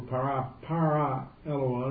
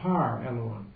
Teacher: If it were para eluon, it wouldn't be para eluon, it'd be par eluon. You drop the alpha at the end, you see, when you have the verb beginning with a vowel, it's just dropped for you. · Shown in: second take